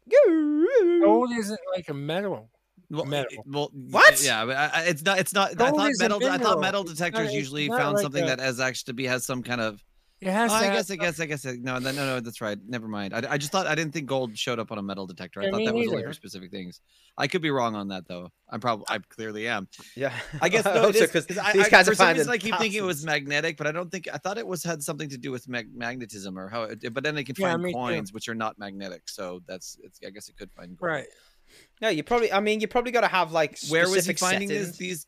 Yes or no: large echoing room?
no